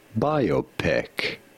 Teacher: You do want to stress on the first syllable, on the bi syllable.